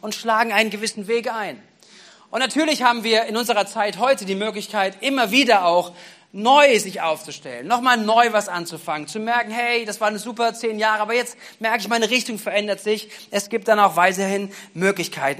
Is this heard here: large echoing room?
yes